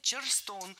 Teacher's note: Ударение в этом слове должно падать на второй слог. Это слово произошло от названия американского города.